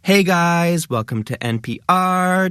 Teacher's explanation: It has that up talk. It has the rising tone. · Term: lifestyle influencer accent